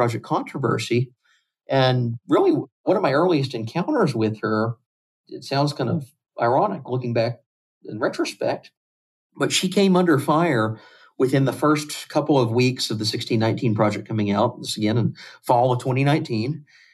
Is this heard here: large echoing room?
no